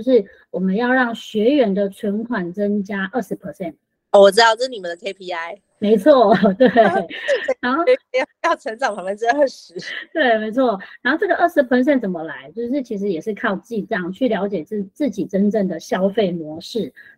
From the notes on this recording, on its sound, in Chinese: Live Talk 語音直播。現場直播回放，音質不好請包涵。